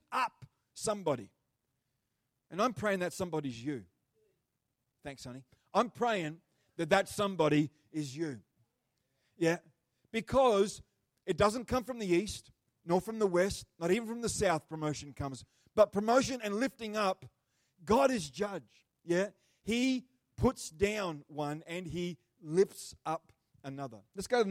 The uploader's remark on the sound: The live stream of Destiny Church Atherton.